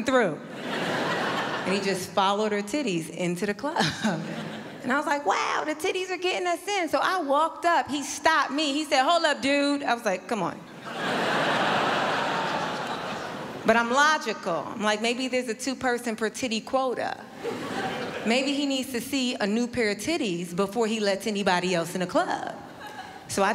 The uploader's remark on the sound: Melbourne International Comedy Festival's Opening Night Comedy Allstars Supershow. Palais Theatre.